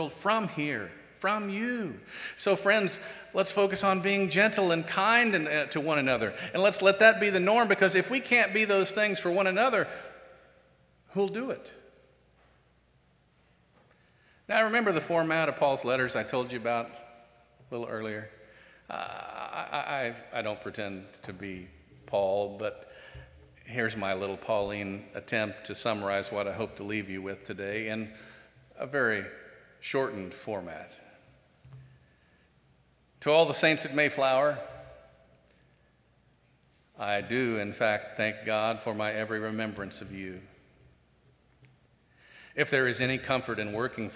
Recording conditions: large echoing room